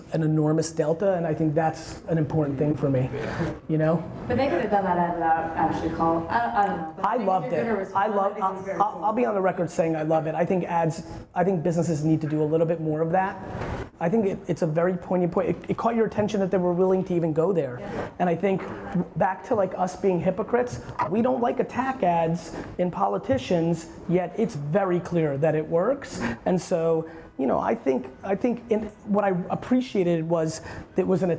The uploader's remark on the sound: Speaking On A Panel At Knotch.